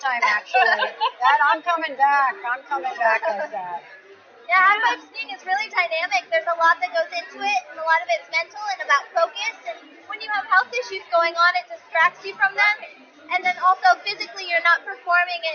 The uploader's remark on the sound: live interviews from the Masquerade Ball in New York